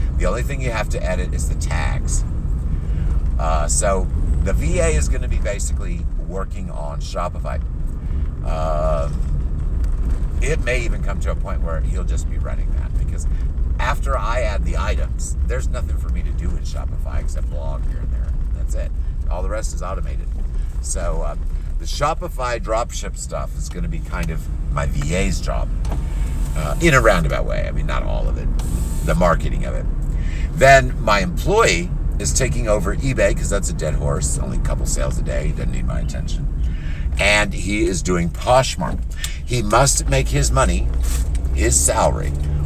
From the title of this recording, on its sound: Chat in Car